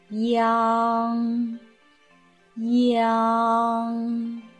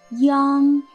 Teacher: 这个韵母可以看作是一和 ang 的拼合，那一的发音呢是轻短的，我们的这个韵腹还是在啊上面，同时呢这个啊的发音是后啊，口型由和到开 · Term: 后鼻韵母央